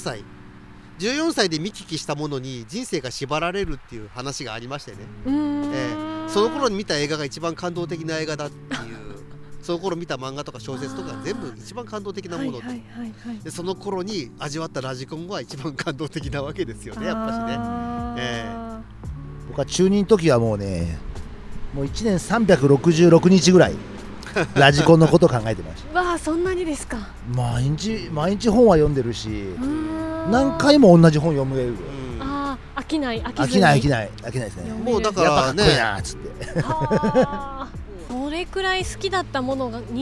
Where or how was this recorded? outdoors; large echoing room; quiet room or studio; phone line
outdoors